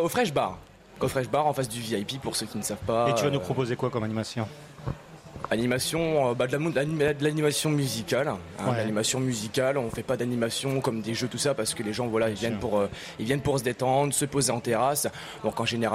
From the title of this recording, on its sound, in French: RCF en direct de la 77e Foire de Châlons